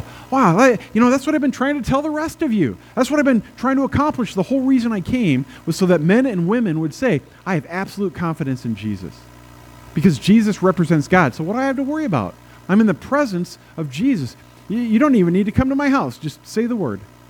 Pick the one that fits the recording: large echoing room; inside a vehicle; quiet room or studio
large echoing room